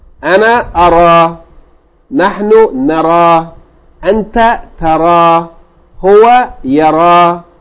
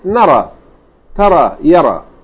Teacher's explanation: Okay, so the hamza, the second radical of the original verb, ra'a, the second letter hamza, is deleted just for ease of pronunciation. It's frequently used, and they just want to make it an easy word to pronounce, so that's how they made it.